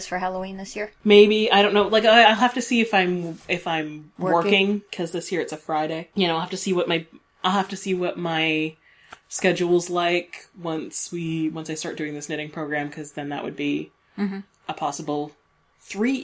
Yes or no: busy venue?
no